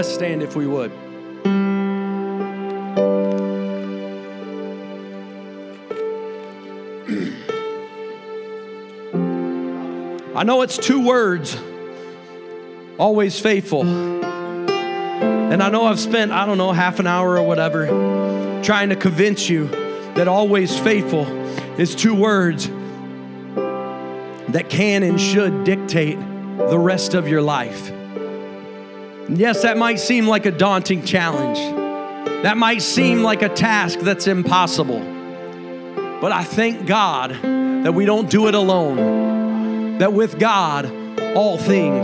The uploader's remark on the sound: a service recording from Connect Point UPC